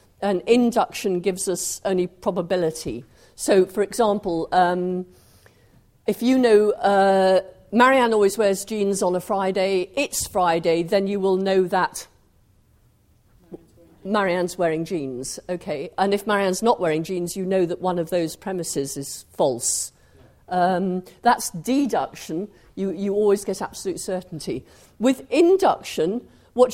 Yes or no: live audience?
yes